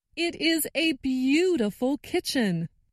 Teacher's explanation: I noticed that stressed the word beautiful.